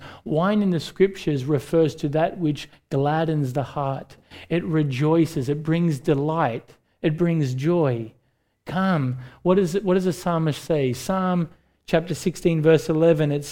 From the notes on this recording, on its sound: recorded live at Grace Community Bible Church